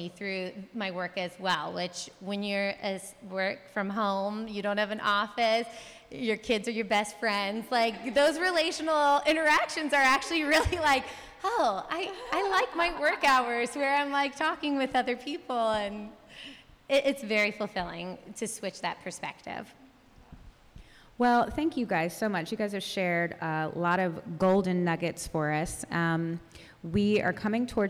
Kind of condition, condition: setting, live audience